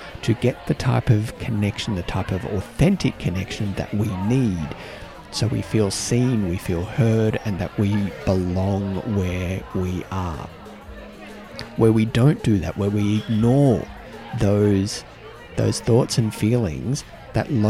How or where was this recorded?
busy venue